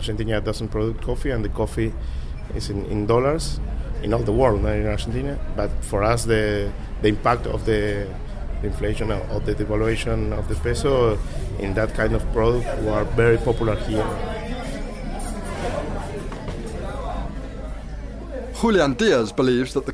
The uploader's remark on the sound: A special episode from the annual meetings of the Fund and World Bank in Washington. On an all-star panel.